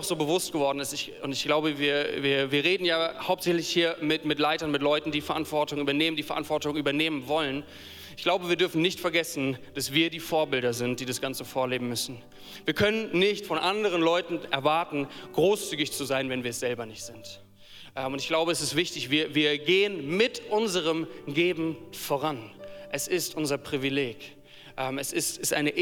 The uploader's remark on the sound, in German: Die Aufnahmen sind im Rahmen unseres gemeinsamen Wochenstarts als Angestellten-Team in der Move Church entstanden.